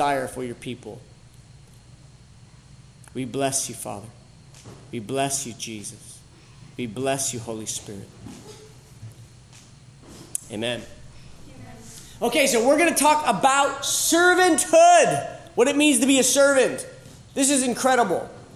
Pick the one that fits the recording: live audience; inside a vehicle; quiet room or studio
live audience